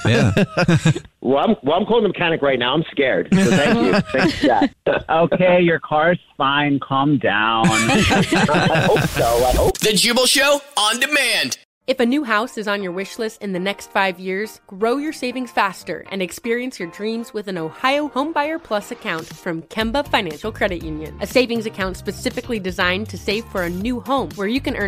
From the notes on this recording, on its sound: A Jubal Phone Prank